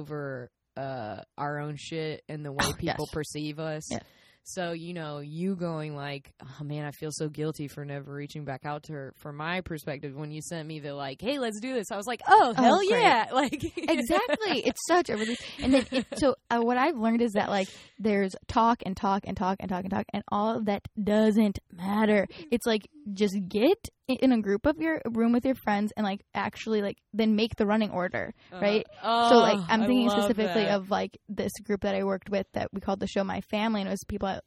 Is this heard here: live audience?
no